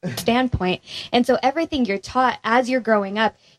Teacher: Everything she says goes up at the end. · Term: uptalks